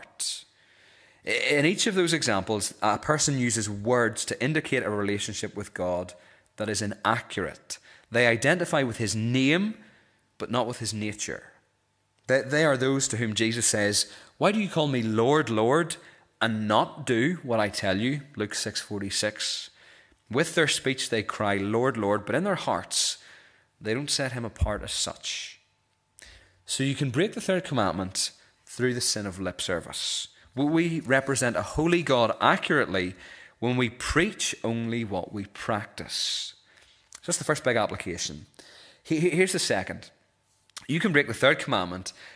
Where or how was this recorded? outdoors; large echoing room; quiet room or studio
large echoing room